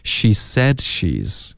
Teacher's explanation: said 到这个干脆的停顿，舌尖顶上颚就封住气流了